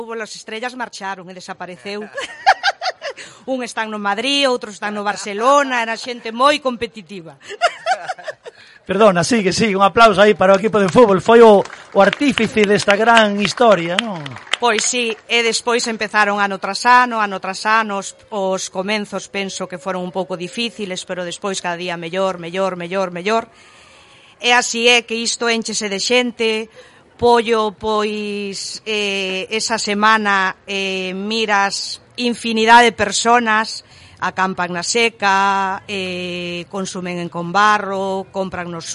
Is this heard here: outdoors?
yes